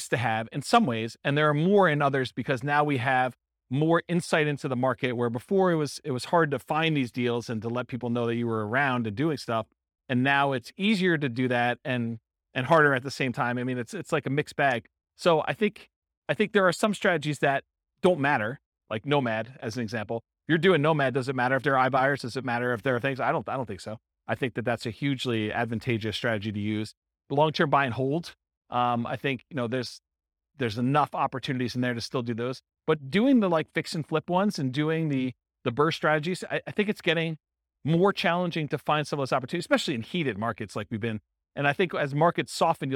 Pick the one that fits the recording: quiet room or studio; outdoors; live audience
live audience